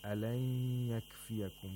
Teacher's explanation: We have to pronounce the ya with shadda and ghunna. · Term: إضغام of نون ساكنة